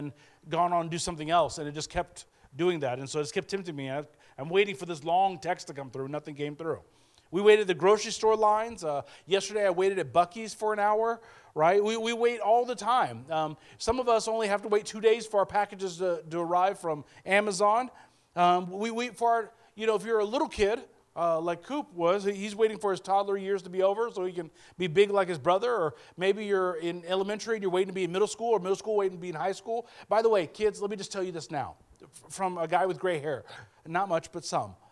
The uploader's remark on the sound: Speaking at Soma Community Church in Jefferson City, MO.